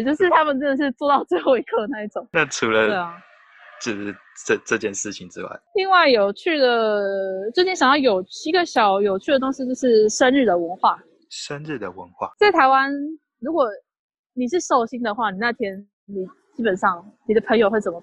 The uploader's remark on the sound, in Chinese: 又一次的遠端錄音分享。因為錄音一端在首爾街頭，一端在聽得見車聲、人聲、旺旺喵喵聲的屋內，所以會有雜音，但我盡量抑制了XD。